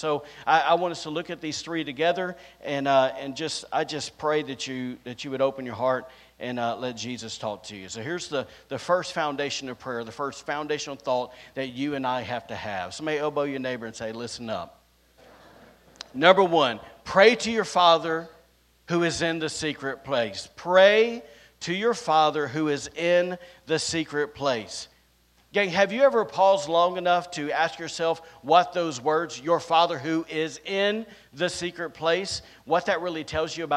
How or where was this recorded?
large echoing room